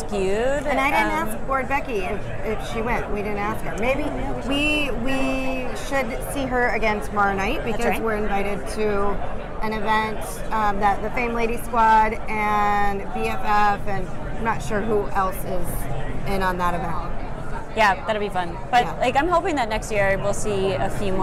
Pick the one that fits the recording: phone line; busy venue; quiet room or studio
busy venue